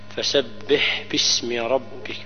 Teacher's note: ليس فيها قلقلة في الحاء